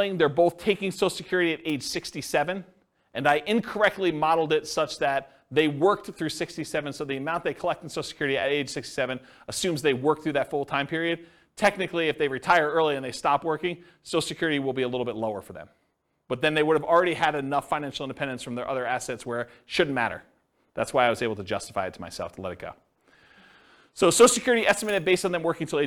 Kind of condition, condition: setting, live audience